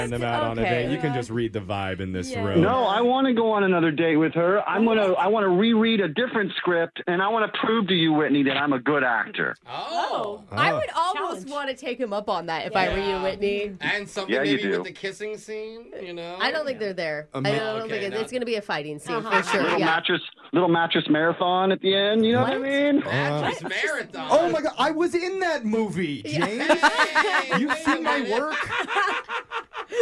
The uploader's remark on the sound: The guy on the phone today